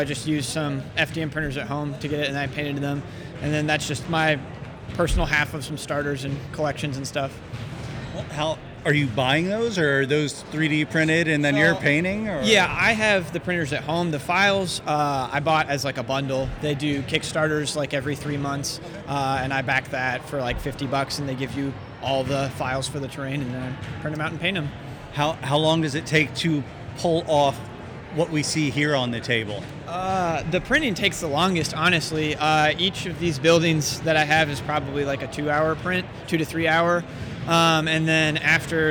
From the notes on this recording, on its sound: Steal the mic and wander around STEAM into Star Wars, a convention experience. Has built at our local high school that's free for the community to experience. Come listen in to vendors, cosplayers, and gamers share their hobbies and passions.